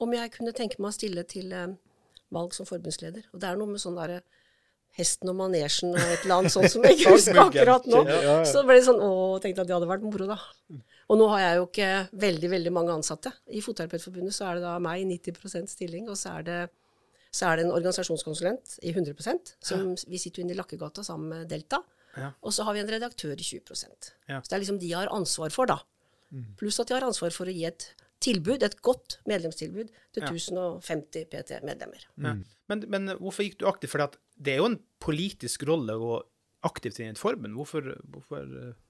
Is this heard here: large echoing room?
no